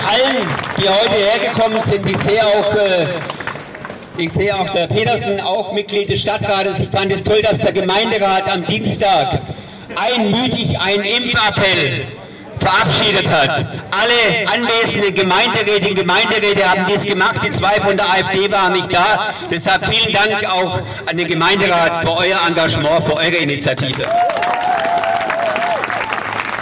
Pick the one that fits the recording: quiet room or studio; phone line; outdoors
outdoors